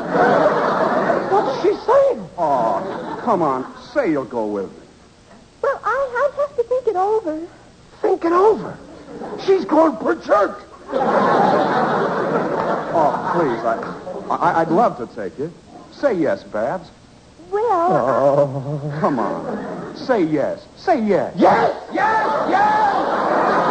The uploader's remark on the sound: The program was broadcast live with a studio audience. It was usually greeted with howls of laughter and applause from surprised audience members.